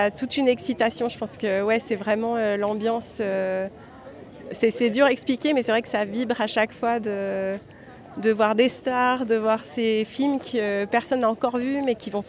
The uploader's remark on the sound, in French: Je vous propose une série de 3 capsules inédites enregistrées en marge du 76ème Festival de Cannes. J’ai donc glissé mon micro dans le sac et je me suis laissée portée par le flot de la Croisette, à la rencontre de nouveaux talents du cinéma français et international ! Ici je retrouve sur la Croisette ma première invitée qui sort tout juste d’une conférence qu’elle a donné au pavillon américain du marché du film.